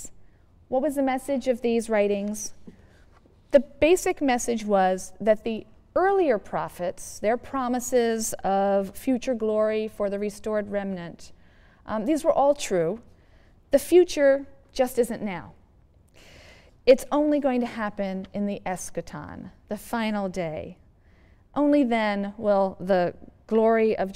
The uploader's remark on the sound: Yale Lecture